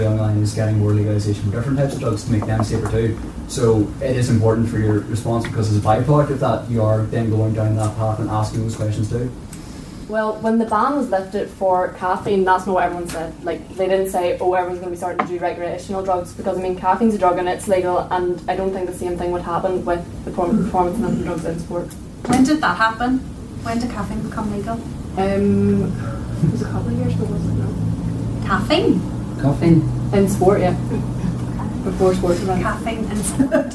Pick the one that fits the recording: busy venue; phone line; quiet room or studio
busy venue